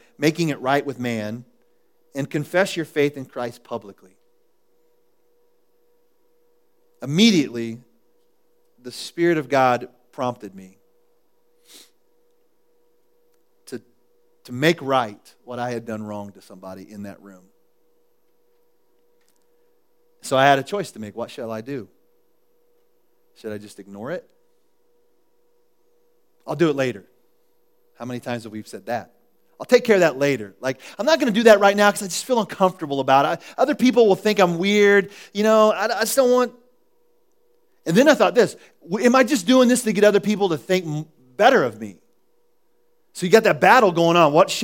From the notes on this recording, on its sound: was recorded at The Calling Community Church on July 6, 2014 in Platte City, Missouri